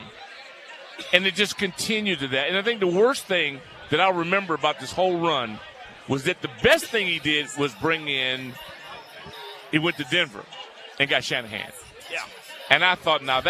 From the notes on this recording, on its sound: live from the Burgundy & Sold Party